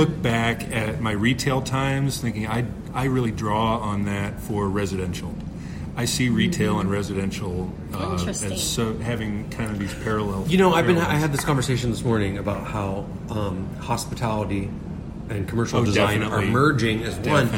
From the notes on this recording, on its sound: LIVE from the Columbus Museum of Art. Columbus Museum Of Art Live.